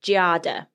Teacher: Italians pronounce Giada as a two syllable with the accent on the first